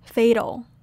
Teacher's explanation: Fatal is pronounced more with a D sound, fatal, rather than a T sound.